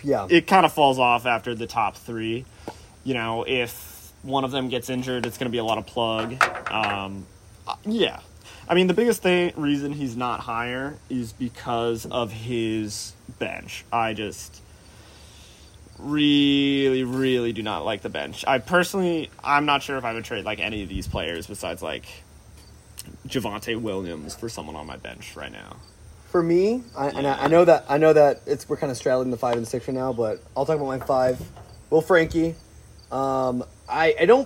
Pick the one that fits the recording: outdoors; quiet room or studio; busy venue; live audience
outdoors